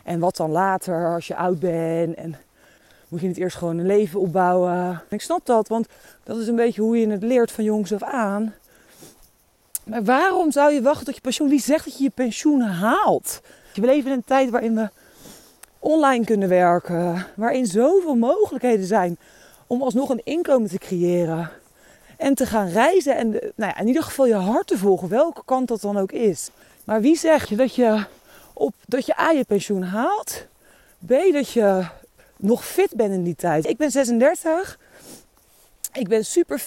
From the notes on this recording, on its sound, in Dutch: Deze aflevering, opgenomen tijdens een wandeling in de Ardèche in november 2022, gaat over de tijdelijkheid van het leven.